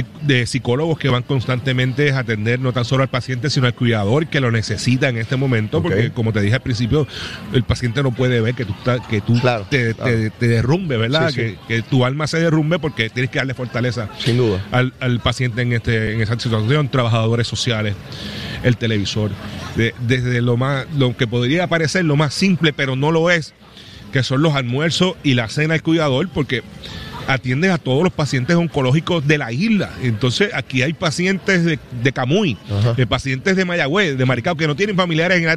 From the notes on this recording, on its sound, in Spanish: 93.7 Z 93 Puerto Rico. En directo desde el Coca Cola Music Hall a beneficio de los pacientes del hospital pediátrico de PR.